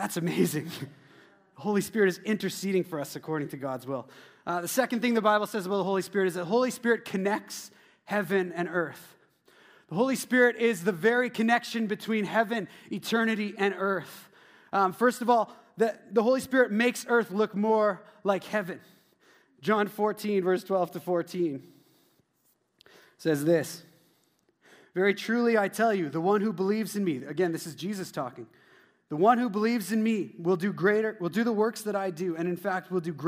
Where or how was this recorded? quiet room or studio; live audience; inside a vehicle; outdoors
live audience